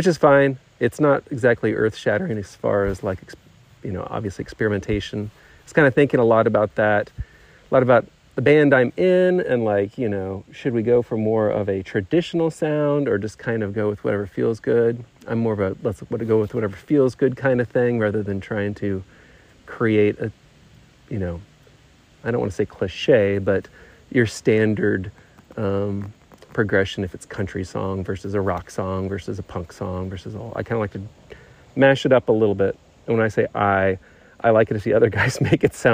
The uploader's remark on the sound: I played a round by myself at Lake Shore DGC and every once in a while I recorded some thoughts